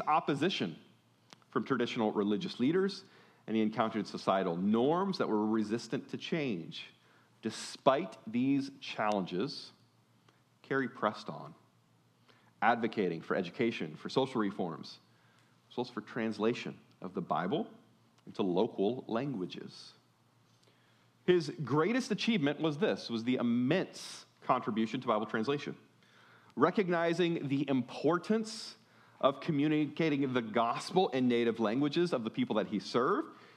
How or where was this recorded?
large echoing room